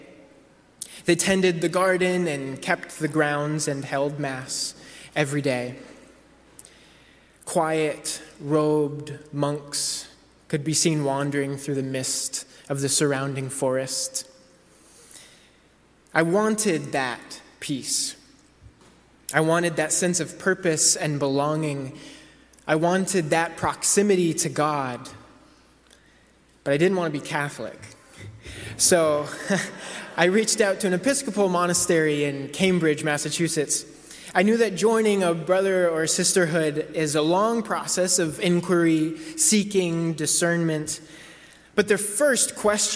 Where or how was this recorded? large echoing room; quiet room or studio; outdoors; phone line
large echoing room